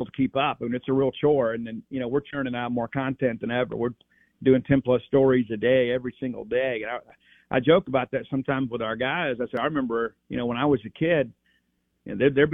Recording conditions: phone line